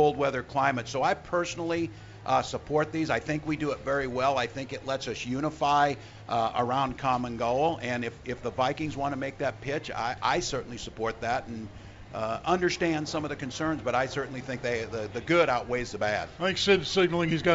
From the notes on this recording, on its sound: live at the state fair